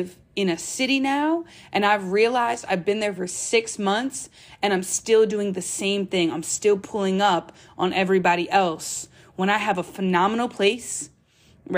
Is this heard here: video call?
no